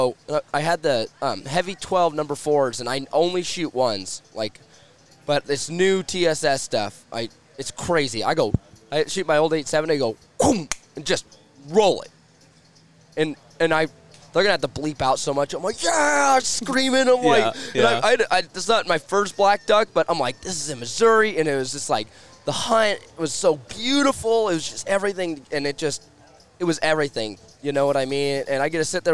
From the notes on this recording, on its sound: live from Waterfowl Weekend 2023